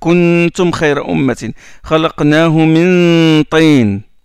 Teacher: Il y a une nasalisation. Le bout de la langue, il ne touche pas le haut. Et c'est ça ce qu'on appelle « ikhfa ».« Kuntum khayra ummatin »« Khalaqnahu min tayin ».